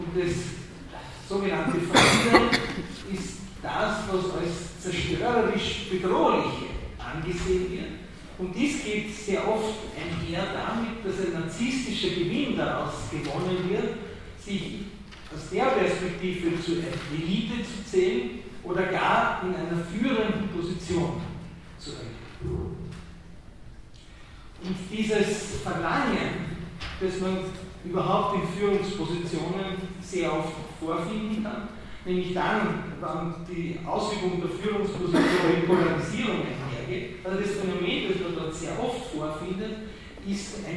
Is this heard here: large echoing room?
yes